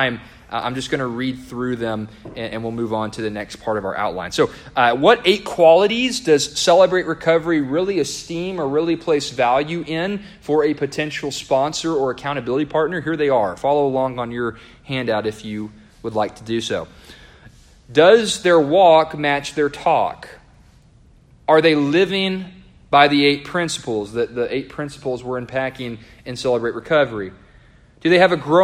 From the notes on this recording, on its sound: A devotional delivered to the congregation of Lifeway Baptist Church -Edna, Texas-.